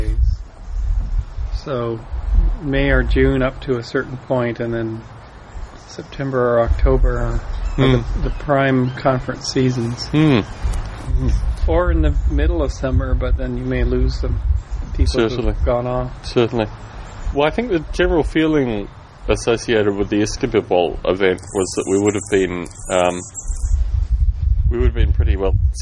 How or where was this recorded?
outdoors